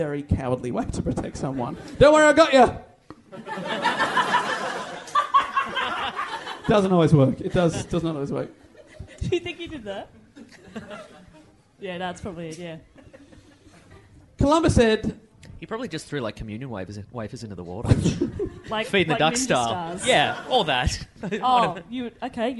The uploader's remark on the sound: Our final episode recorded live at the Melbourne Comedy Festival.